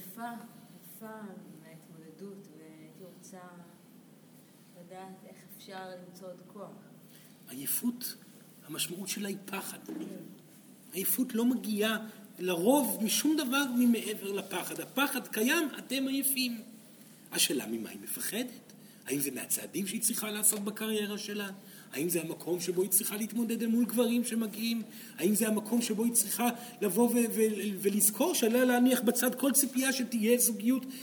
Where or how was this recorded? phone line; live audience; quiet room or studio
live audience